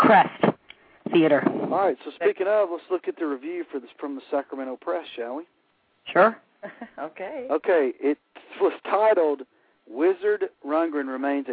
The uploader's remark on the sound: your phone calls